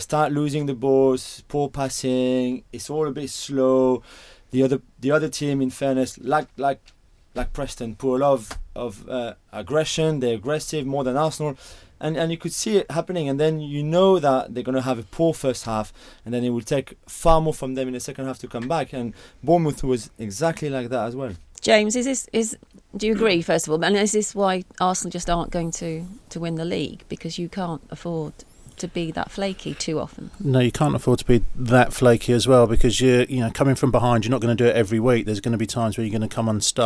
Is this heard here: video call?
no